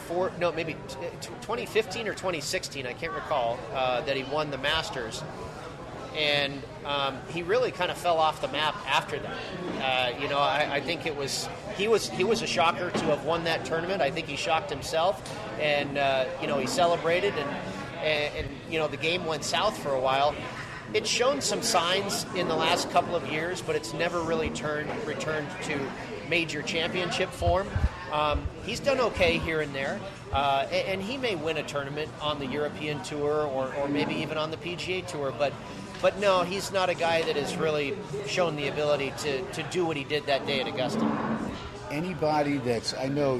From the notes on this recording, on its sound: SPORTSXRADIO HUMP DAY AT STEINERS PUB. "Live" from #SteinersPub in #LasVegas.